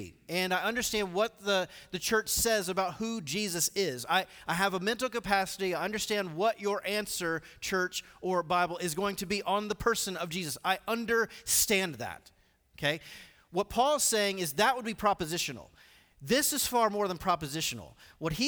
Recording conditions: large echoing room